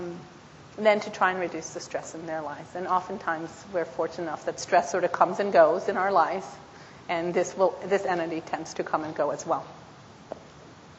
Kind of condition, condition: setting, live audience